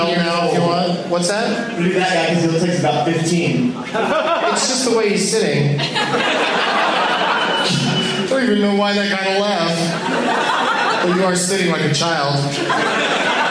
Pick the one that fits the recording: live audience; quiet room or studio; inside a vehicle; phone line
live audience